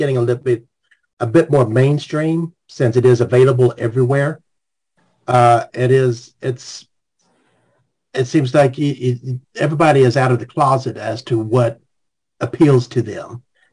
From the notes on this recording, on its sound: Jizz Talking Zoom Show. As people would join the session.